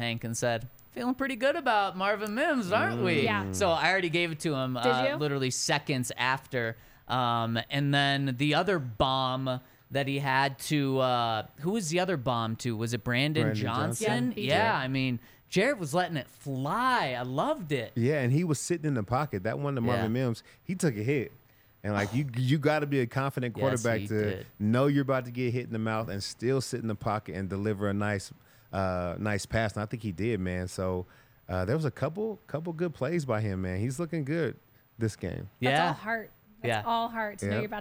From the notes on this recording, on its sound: coming to you LIVE from the DNVR Bar